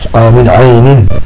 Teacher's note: إظهار النون الساكنة عند العين لأنه من حروف الحلق